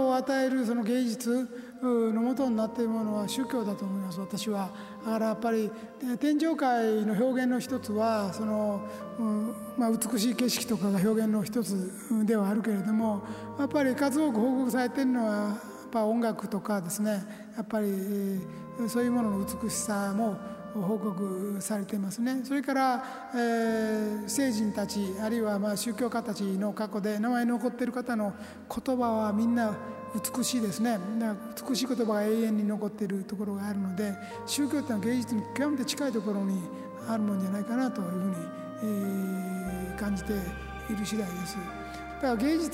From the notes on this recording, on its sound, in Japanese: 8月8日に行われた、公開録音の模様をお届けします。